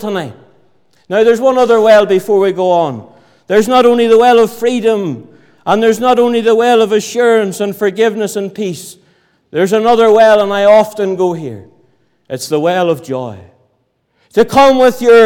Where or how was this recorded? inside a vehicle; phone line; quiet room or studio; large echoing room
large echoing room